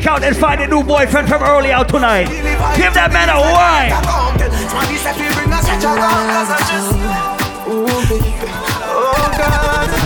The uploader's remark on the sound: LIVE AUDIO! AT ISLAND SATURDAYS. Live audio recording of island saturdays.